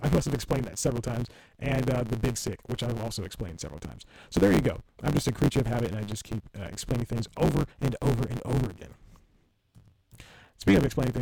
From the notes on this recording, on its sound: Audition crashed. AGAIN and ruined the episode's audio. It's still kind of listenable if you can tolerate a lot of distortion.